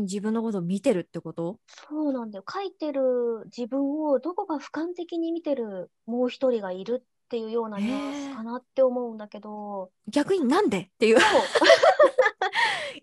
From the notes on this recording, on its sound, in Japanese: リモート収録のため、お聞き苦しい点もあると思いますが、予めご了承ください。